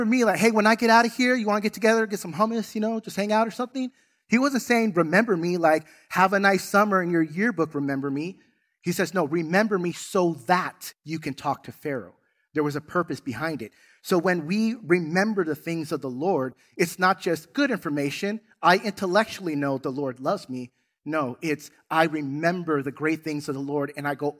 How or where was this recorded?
large echoing room